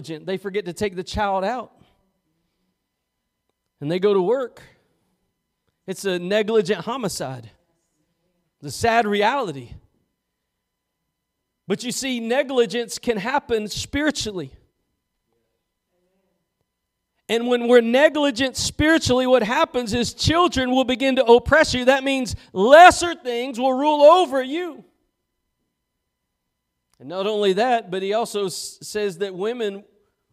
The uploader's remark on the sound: Preached at Gospel Lighthouse in Bossier City, La.